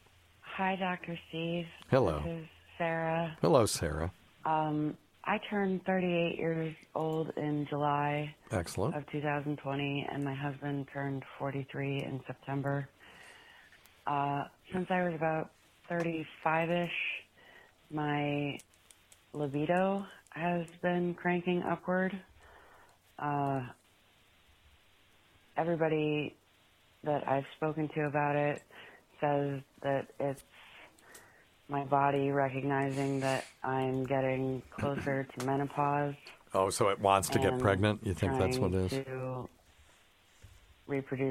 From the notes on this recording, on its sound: take a bunch of phone calls